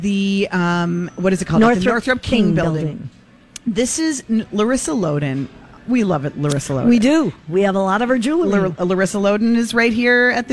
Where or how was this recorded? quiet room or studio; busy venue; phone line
busy venue